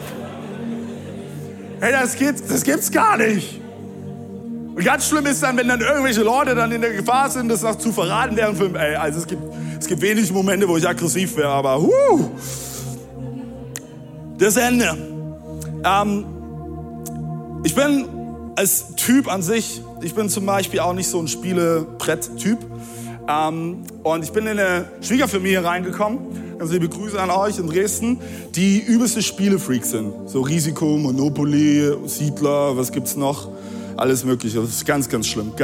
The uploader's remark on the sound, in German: Audiomitschnitt der Predigt vom 19.